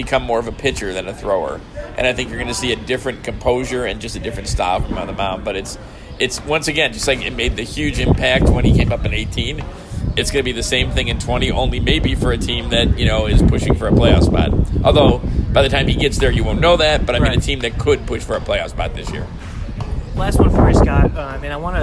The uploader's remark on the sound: Live from spring training